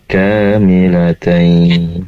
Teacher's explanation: itu ka di sini juga dua harokat, panjangkan menjadi kamilatain. Tadi terdengar lebih pendek dari itu ya.